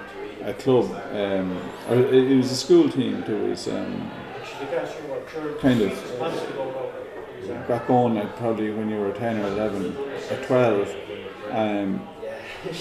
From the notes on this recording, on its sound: This podcast was recorded in the High Cross Inn, Moone, Co. Kildare during Christmas 2023.